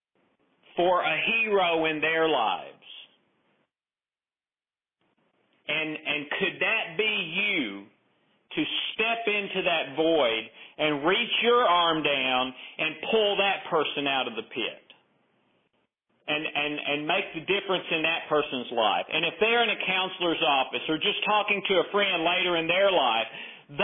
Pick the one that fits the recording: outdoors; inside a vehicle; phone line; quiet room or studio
phone line